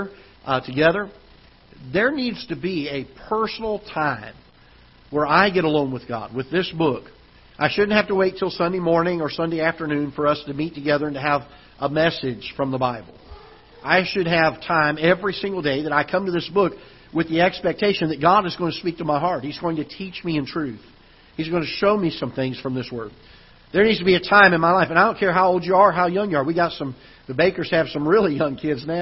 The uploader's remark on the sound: Ketha Heights Baptist Church ~ Live Broadcast